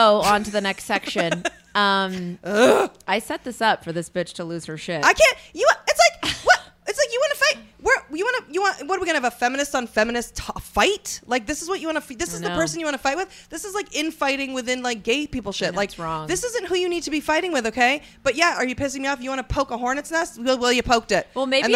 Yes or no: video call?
no